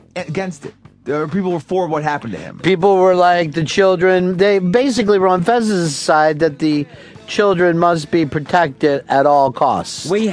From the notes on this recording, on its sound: Publisher: XM Satellite Radio. We discuss street jokes and have the listeners call in with their best ones.